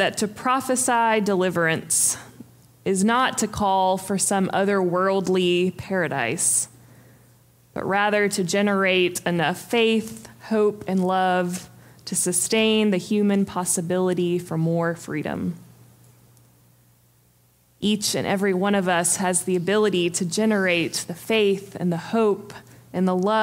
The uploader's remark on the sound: Preached on January 15, 2023 for our MorningSong Worship Service.